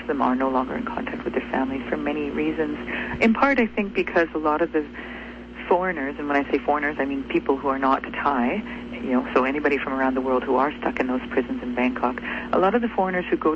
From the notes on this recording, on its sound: had a very special guest via phone